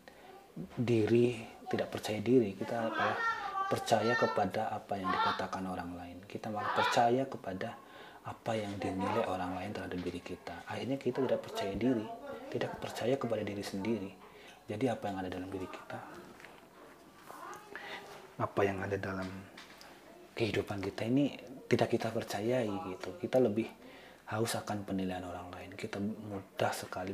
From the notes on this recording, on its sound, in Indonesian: dalam setiap rekaman podcast ada noice di maklumi aja y